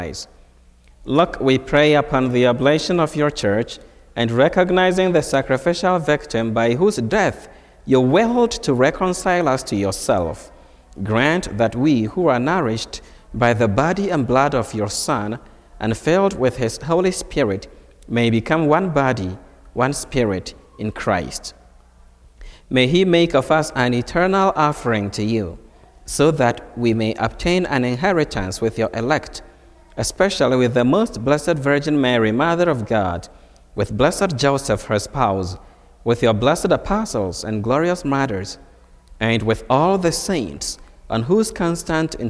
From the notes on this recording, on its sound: Recorded on Saturday, June 17, 2023 at Holy Spirit Catholic Church in Creston, Iowa.